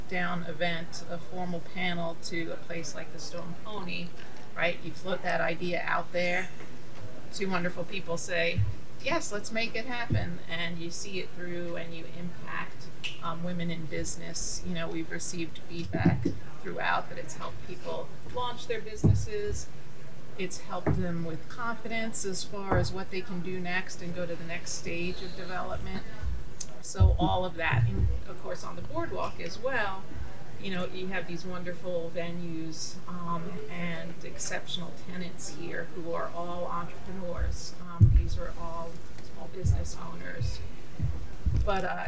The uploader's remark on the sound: A Talk of Success is LIVE at The Stone Pony in Asbury Park